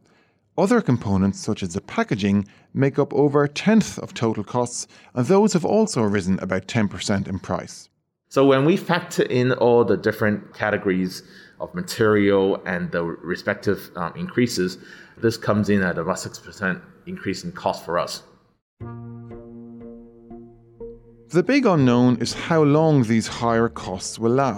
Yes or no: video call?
no